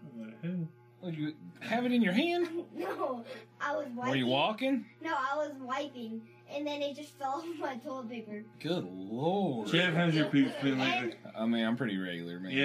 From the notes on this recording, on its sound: Sorry about the audio on this one. We had some snags this night with our recording equipment.